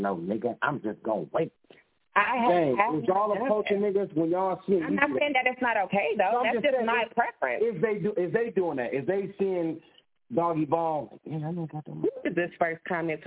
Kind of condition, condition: link, phone line